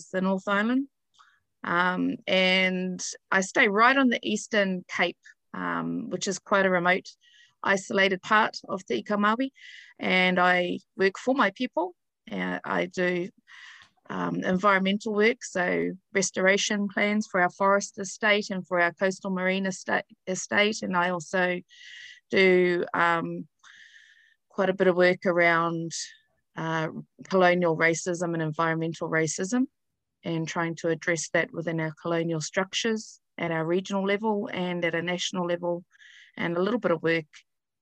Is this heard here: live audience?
no